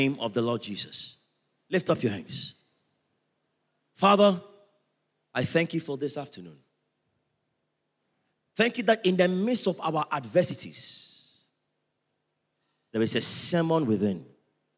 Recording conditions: large echoing room